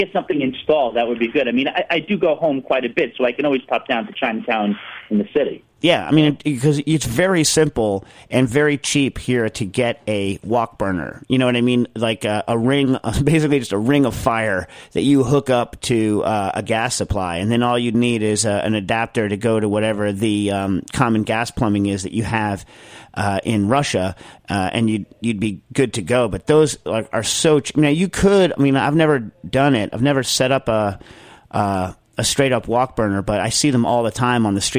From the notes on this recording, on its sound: answers live caller questions from Australia to Moscow